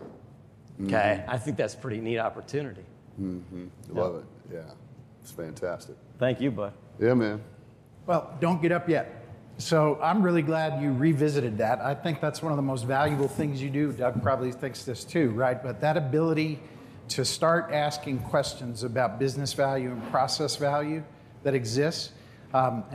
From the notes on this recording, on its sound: MakeUSafe's live event recorded in Des Moines Iowa.